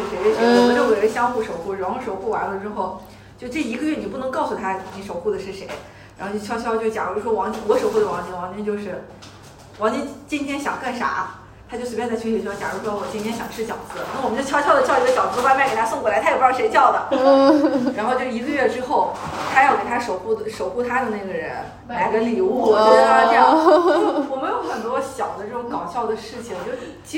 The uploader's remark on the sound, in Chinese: 这期老街咖啡馆我们是在位于太阳庙门的“且停”咖啡馆录制的。咖啡店旁有一棵大大的葡萄树还有一院子猫咪朋友。